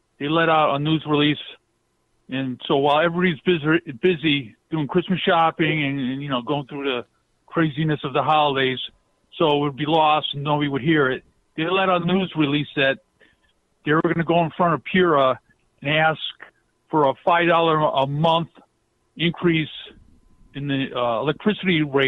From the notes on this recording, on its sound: We play RANTS and take phone calls.